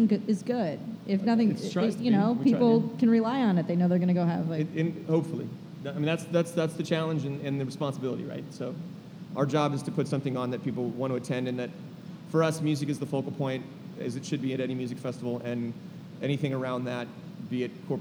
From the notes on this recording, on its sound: In a live panel recorded at Chicago Athletic Association Hotel, four music festival come together.